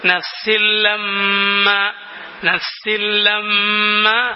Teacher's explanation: അൽ ഇദ്ഗാമു ബിലാഗുന്ന മണിക്കാതെ ആ ലാമിലേക്ക് നേരെ ലയിപ്പിച്ചുകൊണ്ട്